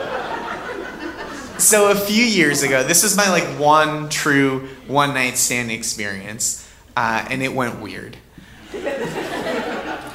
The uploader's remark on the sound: Live From North Carolina! Our wonderful show from the North Carolina Comedy Arts Festival in February.